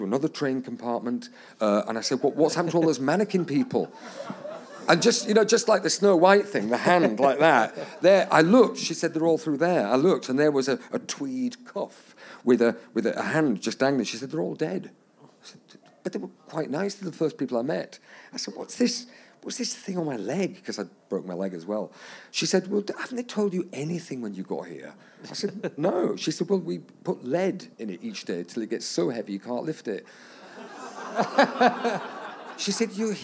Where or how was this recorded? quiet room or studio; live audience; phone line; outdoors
live audience